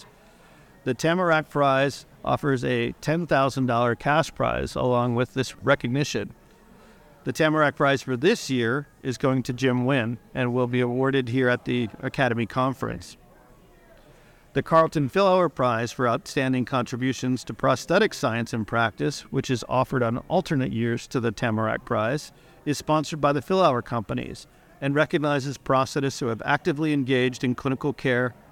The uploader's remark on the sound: Recorded live at The Academy's Annual Meeting & Scientific Symposium in Nashville.